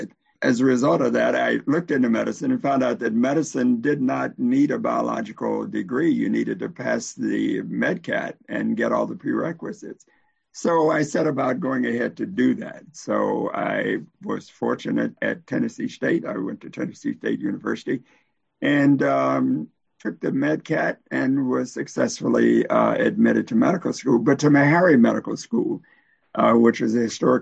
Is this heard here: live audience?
no